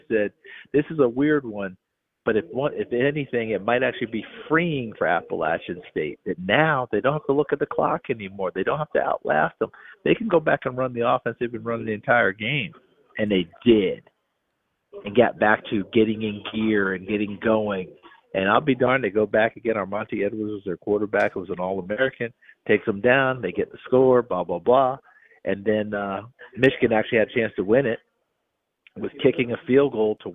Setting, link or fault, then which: link, phone line